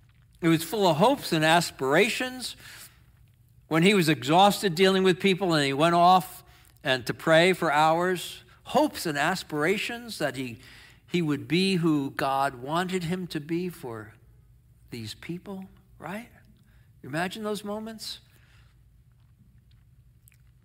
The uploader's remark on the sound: Sermon in our worship service on 9/3/23. Streamed live on video from our campus in Westlake Village, CA.